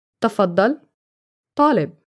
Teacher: There is a normal T, ta, as in tafaddal, and there is a dark T, ta, as in talib.